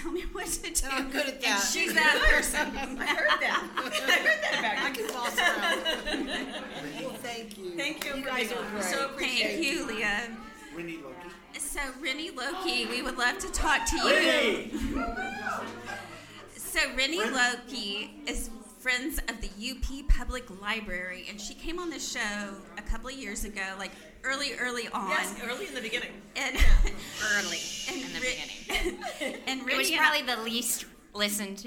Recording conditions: busy venue